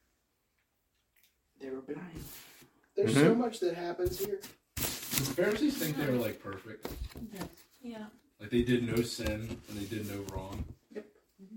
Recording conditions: poor sound quality